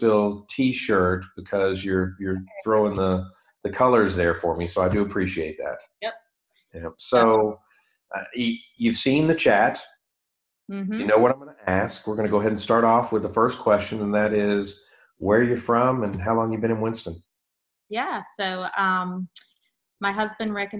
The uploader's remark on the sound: via Zoom